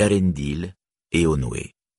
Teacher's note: EA et EO se détachent toujours en deux syllabes distinctes